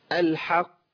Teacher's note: أقصى لسان الحق. وعشان القاف مشددة باخد زمن بسيط كده اللي بحقق فيه زمن الحرفين.